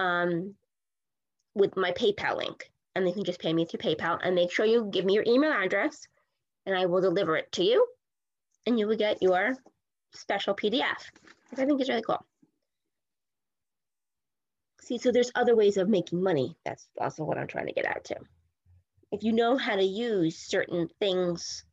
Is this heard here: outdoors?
no